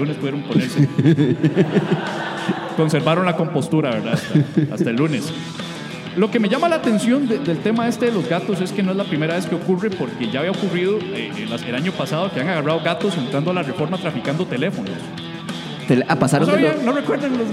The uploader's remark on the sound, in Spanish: En Vivo Desde Heredia. Episodio en vivo desde Teatro Heredia, en una grabación sorpresa.